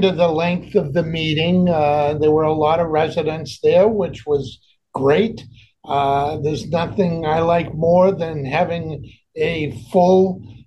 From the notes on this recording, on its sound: We had our conversation via the Zoom Conference Bridge